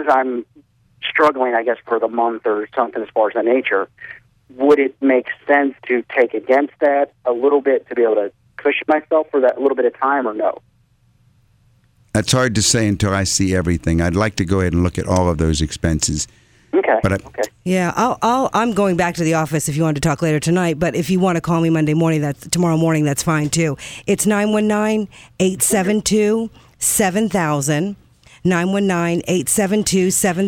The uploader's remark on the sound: Financial planning call-in show.